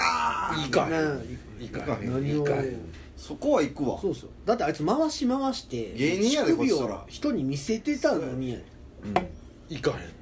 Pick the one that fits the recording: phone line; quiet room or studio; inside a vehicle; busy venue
busy venue